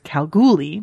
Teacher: emphasis on the middle syllable, ignore the random R